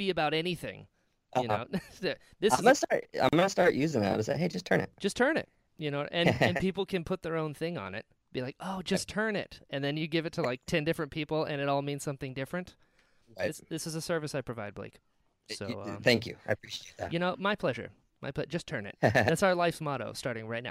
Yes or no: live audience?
no